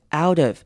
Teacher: 把 T 稍微弱化变成 D 的声音